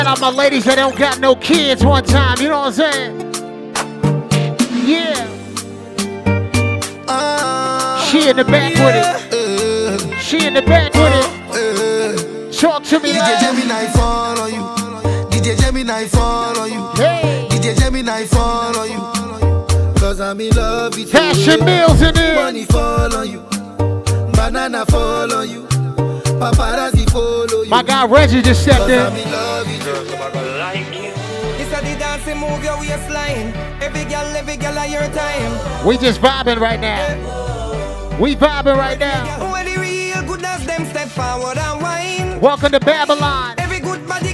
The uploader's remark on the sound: LIVE from Babylon – Woodbridge, VA